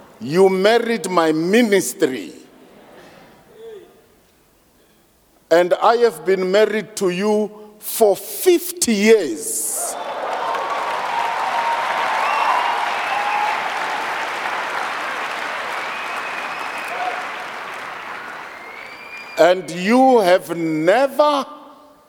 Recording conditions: large echoing room